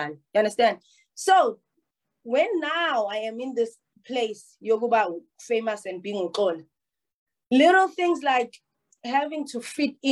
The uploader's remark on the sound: The series is webcast via Zoom